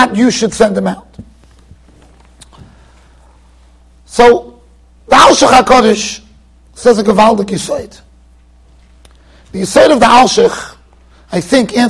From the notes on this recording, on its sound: Shiur recorded in Yeshivas Ohr Reuven, Monsey NY.